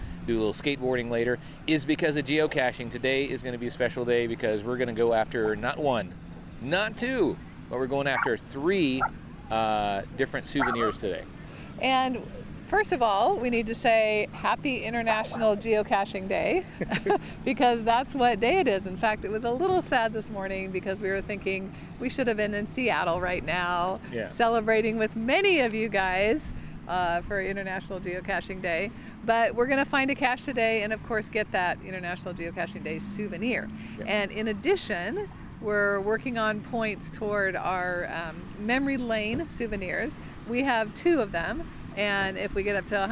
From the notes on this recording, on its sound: We’ll celebrate International Geocaching Day with some audio from out in the field.